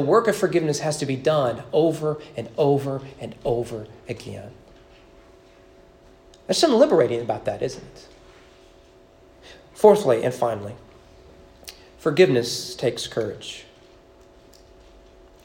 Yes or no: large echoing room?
yes